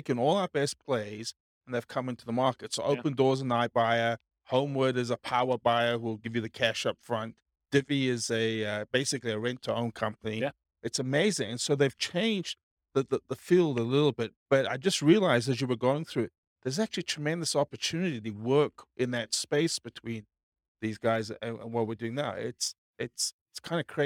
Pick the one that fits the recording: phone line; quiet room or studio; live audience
live audience